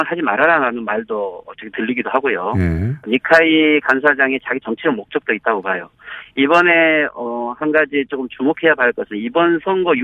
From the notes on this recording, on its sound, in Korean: 전화연결